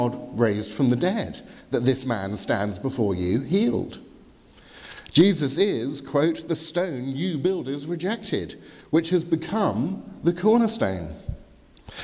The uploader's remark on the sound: Sermon from the 8am communion service at Highfield Church Southampton, 4th February 2018.